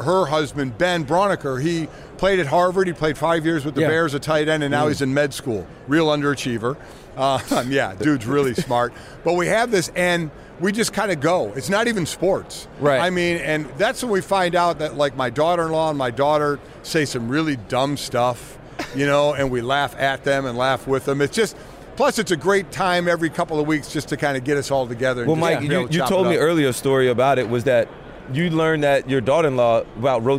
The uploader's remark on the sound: live from radio row for Super Bowl LVII